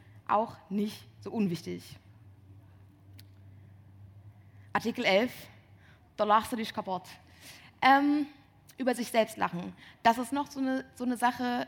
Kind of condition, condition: setting, busy venue